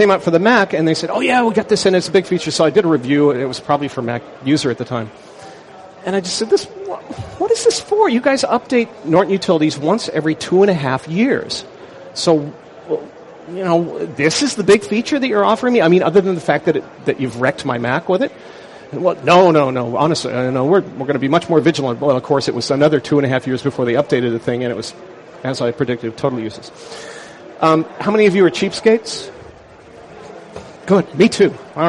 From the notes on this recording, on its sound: Mac 911 at Macworld Expo 2006. Session at the Macworld Expo Live booth.